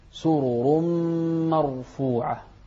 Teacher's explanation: الراءات هنا كلها مفخمة سرور مرفوعة